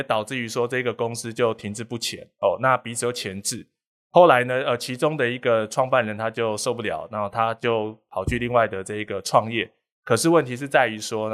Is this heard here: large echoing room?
no